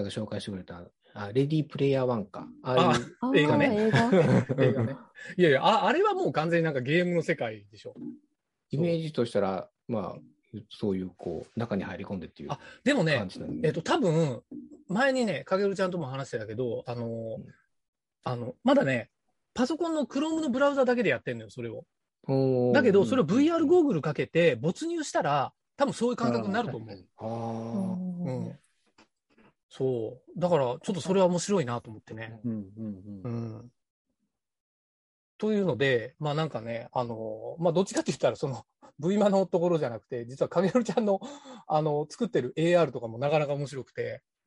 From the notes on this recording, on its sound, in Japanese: 年末の忘年会をzoomで行った模様をお届けします